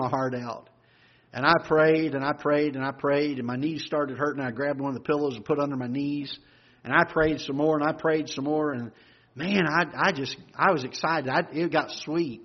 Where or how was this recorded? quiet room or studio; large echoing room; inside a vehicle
large echoing room